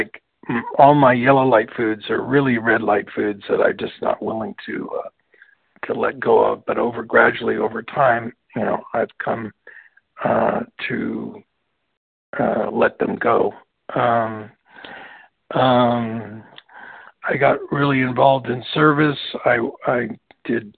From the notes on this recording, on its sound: from the 100 Pounders Phone Meeting, 12/9/23.